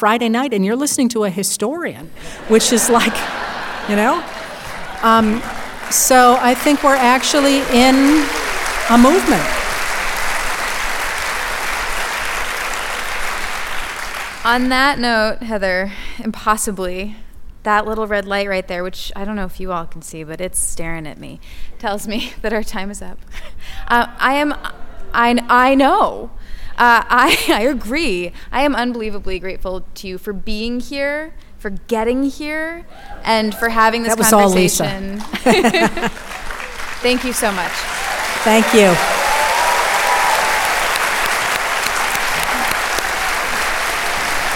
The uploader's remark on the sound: live series Writers on a New England Stage at the Music Hall in Portsmouth, NH